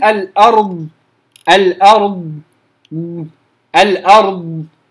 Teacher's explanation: يجري الصوت الى ان ينقطع او ينتهي مخرج الضاد وهو حافة اللسان إلى قبيل مخرج اللام